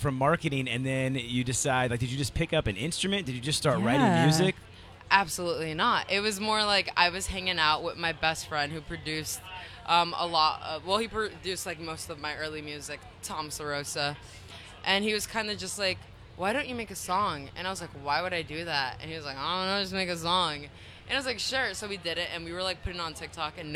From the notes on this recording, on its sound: The Mix is live backstage at Lollapalooza 2023!